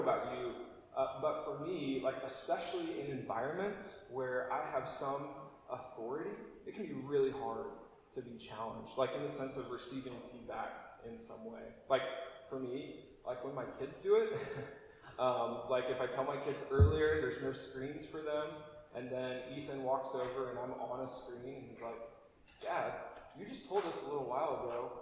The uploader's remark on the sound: apologies for poorer recording quality this week!